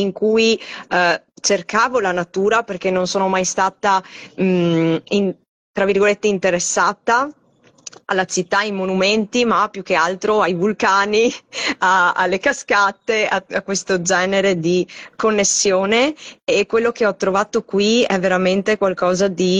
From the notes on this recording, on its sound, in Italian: Audio estratto dalla diretta Instagram